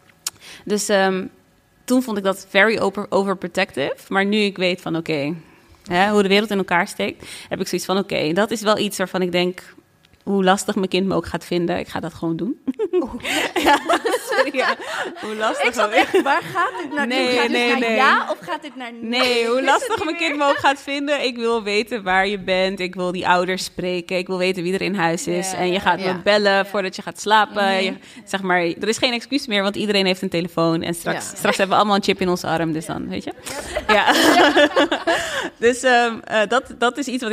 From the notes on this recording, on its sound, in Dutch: Liveshow Podcastfestival De Goede Mama. Tijdens een van de twee liveshows.